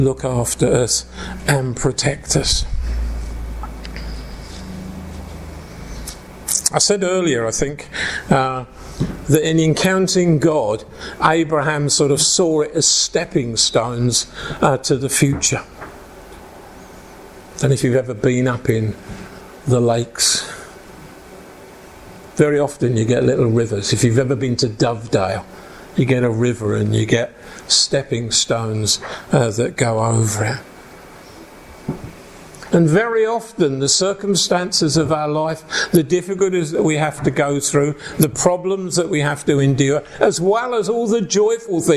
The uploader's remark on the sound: preaching at an Encounter Night Service at Ashingdon Elim Church